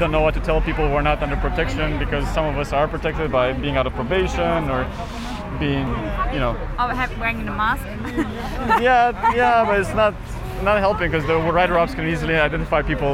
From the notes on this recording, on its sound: Recordings that were made on the 10th of June 2021, during the wildcat strike of the Gorillas Workers Collective. Visiting the solidarity rally and picket line of one of the warehouses of Gorillas in Berlin.